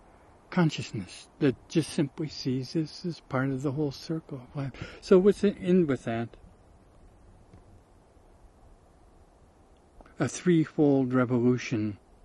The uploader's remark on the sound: RECORDED at a place I call Muir Lake, the South WALLOWAS, Eagle Cap Wilderness VIII.